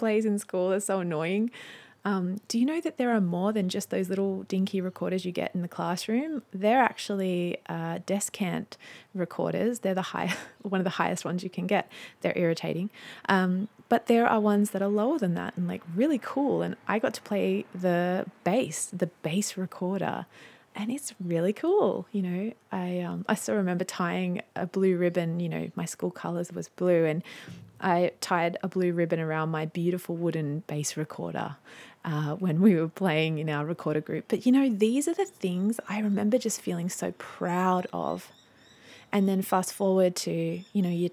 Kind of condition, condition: fault, sounds in the background